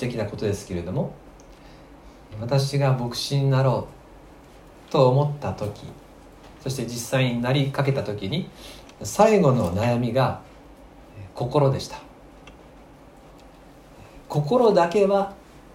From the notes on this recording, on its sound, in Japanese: 吉備教会礼拝メッセージ録音